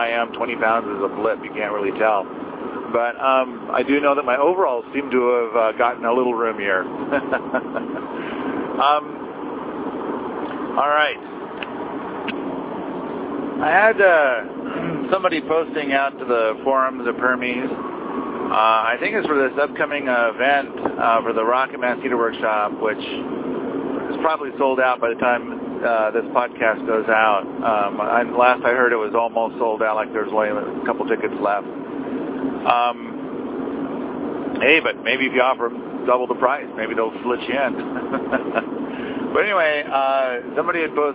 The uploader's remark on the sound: in the car by himself